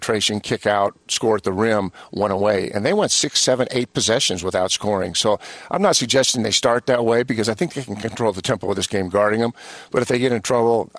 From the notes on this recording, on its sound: BYU Sports Nation is live from Las Vegas for the WCC Tournament.